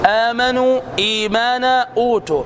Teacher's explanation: المد الألف، مثل آمنوا، الياء إيمانا، الواو أوتوا، آمنوا إيمانا أوتوا، هذا المد يمد كالمد الطبيعي تماما بتمام، هو مد البدل